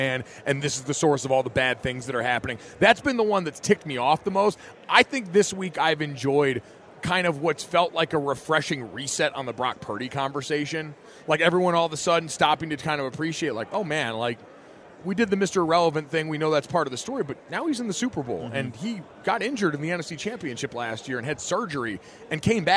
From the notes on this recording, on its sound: Joins the Nation live from Super Bowl Radio Row.